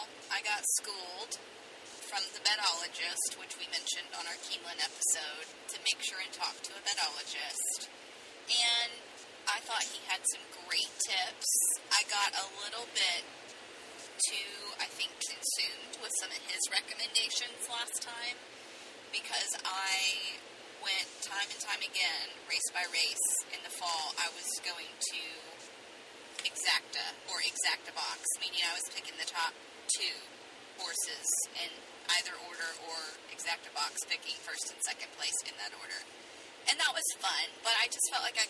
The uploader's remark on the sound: We did something very different on this episode - we recorded on our way home from KY!